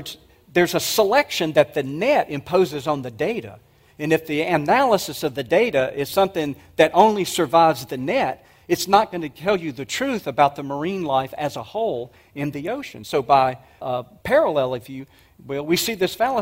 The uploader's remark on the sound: 2023 Apologetics Conference. At the 2023 Evidence and Answers conference.